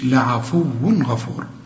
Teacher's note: شوف كل تنوين يجي لك بعد غين، والغين دي من حروف الإظهار ما تغنش